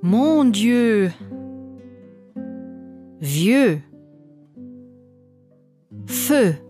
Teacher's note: Eu wird am Ende eines Wortes wie ein Ö gesprochen.